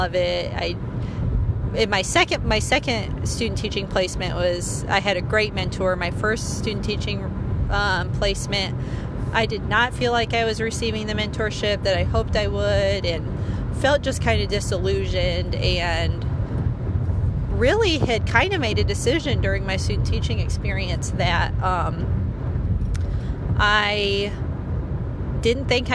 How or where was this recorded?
inside a vehicle